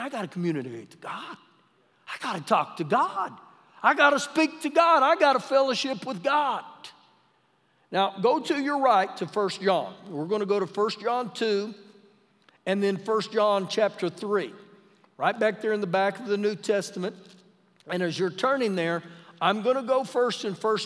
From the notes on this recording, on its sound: Recorded live during our Wednesday night service